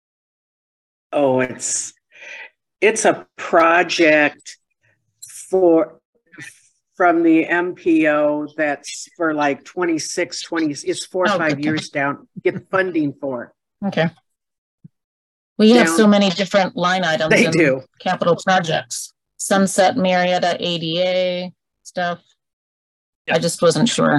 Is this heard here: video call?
yes